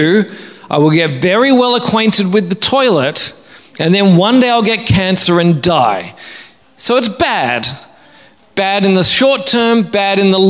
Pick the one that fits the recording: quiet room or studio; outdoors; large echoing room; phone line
large echoing room